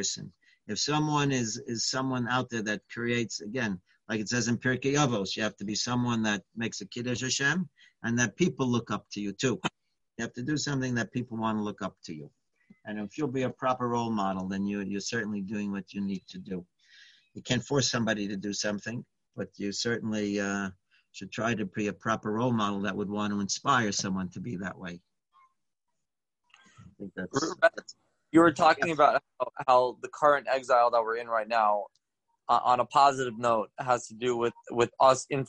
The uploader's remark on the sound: Live On Zoom: 7-12-2020